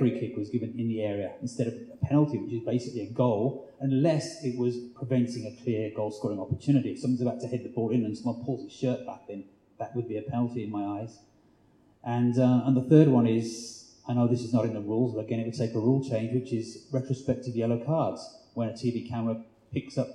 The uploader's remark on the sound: The Blizzard Live At The National Football Museum (2nd Half). Live Q&A event held at the National Football Museum as part of the Manchester Football Writing Festival. Apologies for the poor sound quality - we were unable to take a direct feed from the microphones and so had to bodge a compromise, and would rather bring you some audio than none at all.